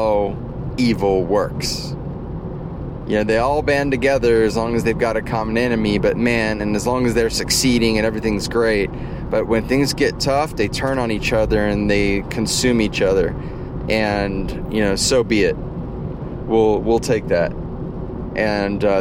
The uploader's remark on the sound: In the Car, from the Field...